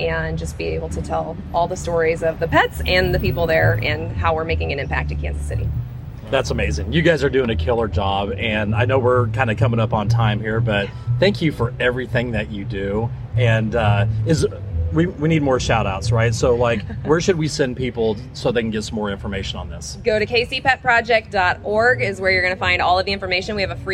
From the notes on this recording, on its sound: LIVE! from Boulevardia Festival 2023.